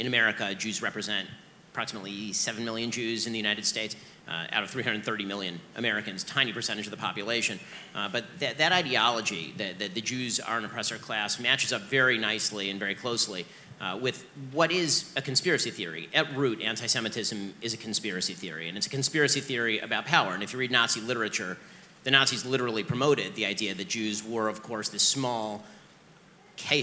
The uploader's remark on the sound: interview from inside the conference